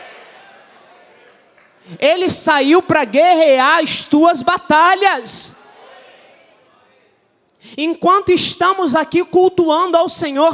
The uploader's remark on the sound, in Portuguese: Neste culto gravado na Igreja Evangélica Cristo Vive.